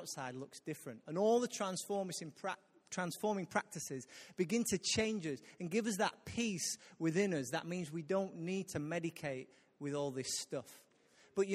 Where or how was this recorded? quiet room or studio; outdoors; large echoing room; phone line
large echoing room